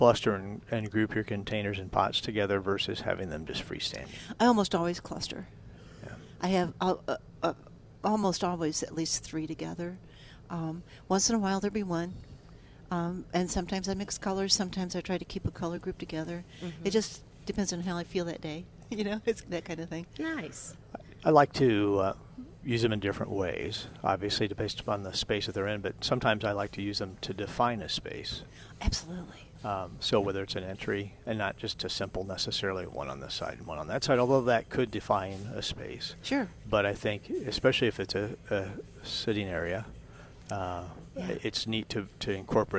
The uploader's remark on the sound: Plant Experts Live at Prairie Gardens 5-25-19.